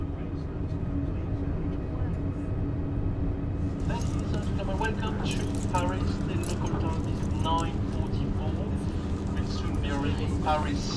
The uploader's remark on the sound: I headed to Paris on the eve of the Paris marathon. At an evening training session at the track.